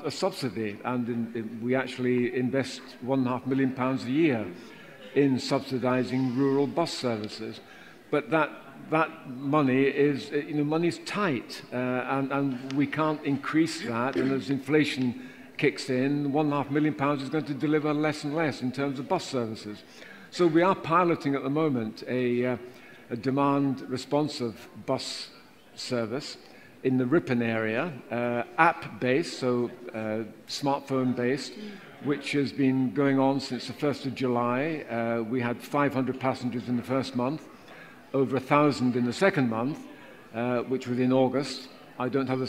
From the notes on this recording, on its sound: a special live recording of the Transport for the North Podcast at the #TfN21 Annual Conference event in Leeds